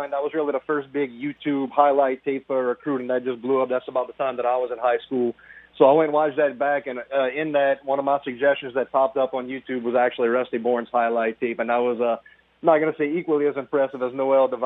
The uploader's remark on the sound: we go to the phone lines